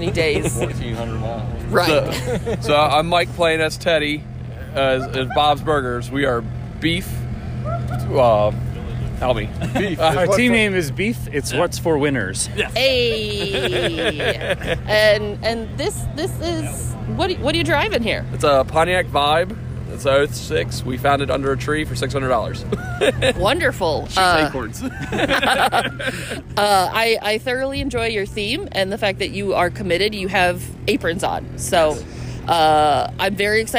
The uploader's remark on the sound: Pre-rally Morning Interviews. Interviews some of the teams immediately surrounding our care at the Rally launch point. She recorded it as a voice memo on her phone and we don't really know what was going on but it took a long time to get this audio to where it needed to be. Technology in a moving vehicle is hard.